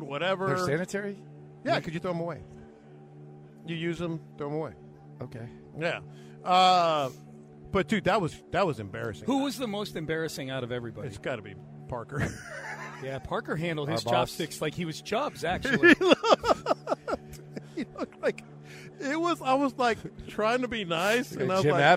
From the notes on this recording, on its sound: Live At Radio Row in Las Vegas